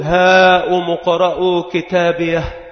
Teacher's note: وهذه الهاء التي هي للوقف والسكت عندما تقف عليها تكون مهموسة · Term: هاء السكت